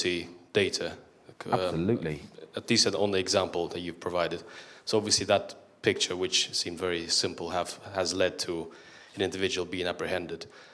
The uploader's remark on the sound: The speakers present their work in an exciting, quickfire format. Each speaker had eight minutes, followed by eight minutes of questions from the audience.